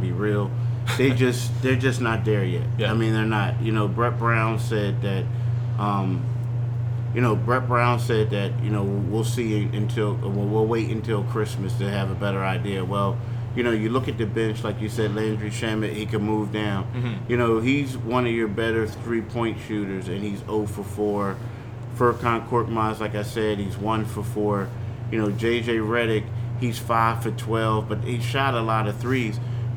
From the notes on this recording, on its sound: Live! from Raptors/Sixers. Chat in-person after the Raptors' 113-102 win over Philly on Wednesday night.